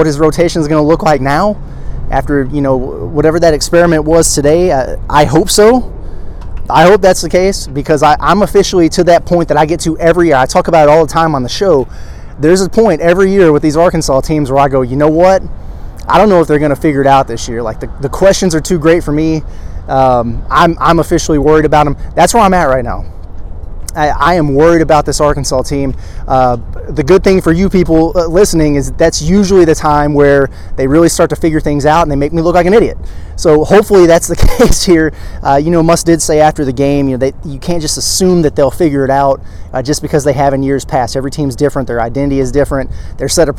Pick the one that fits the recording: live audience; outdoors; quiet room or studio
outdoors